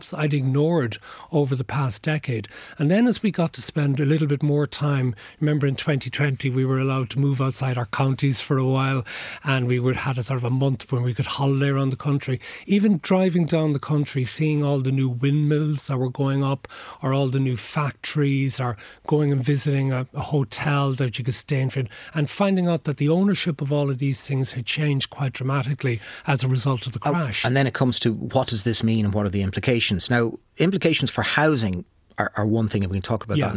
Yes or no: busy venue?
no